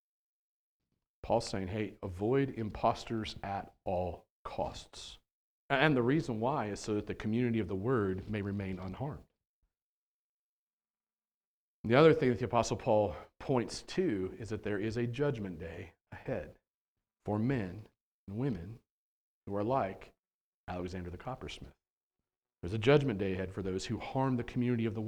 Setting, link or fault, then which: setting, large echoing room